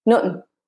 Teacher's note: It has the the that becomes a t, and then the n sound at the end instead of ing · Term: features of the Irish accent